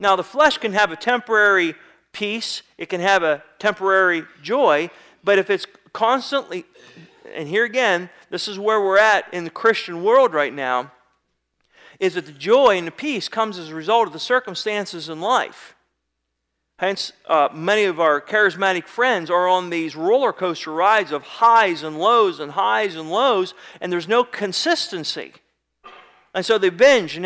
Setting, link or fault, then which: setting, large echoing room